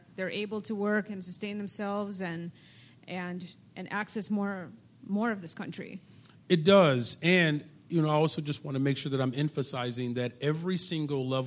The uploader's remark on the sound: on stage at the Promontory club in Hyde Park for First Tuesdays